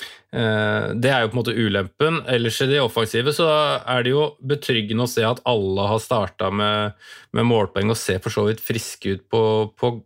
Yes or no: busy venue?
no